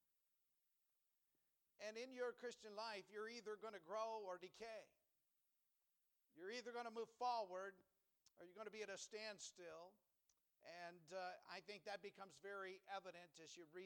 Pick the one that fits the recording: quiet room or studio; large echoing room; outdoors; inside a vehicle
large echoing room